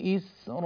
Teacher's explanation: طبعا مر بنا قوله تعالى أكثر من مرة كلمة إسرائيل، وكلمة إسرائيل من الكلمات التي تستثنى من الزيادة في مد البدل، يعني هو مد البدل عندنا يمد بمقدار حركتين أو أربع حركات أو ست حركات، ونحن نأخذ بالأربع الحركات، لكن كلمة إسرائيل تمد الهمزة فيها، همزة البدل مع الياء يعني التي بعد الهمزة تمد بمقدار حركتين فقط